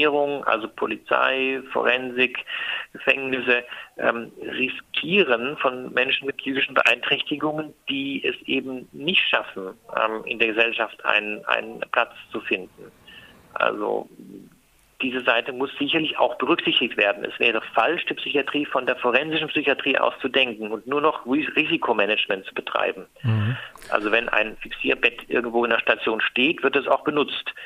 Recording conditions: phone line